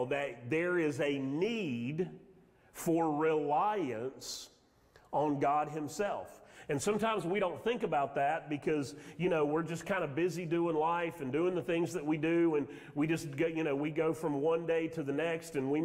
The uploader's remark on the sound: Sermon audio from Mission Church in Locust, NC.